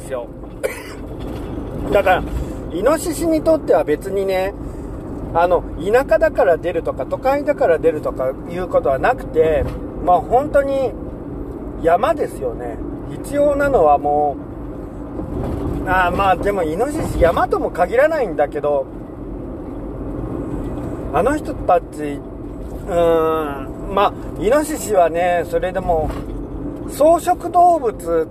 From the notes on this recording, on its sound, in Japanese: いなかの“夜道”。夜の山道を運転しながら、とりとめもなく喋りました。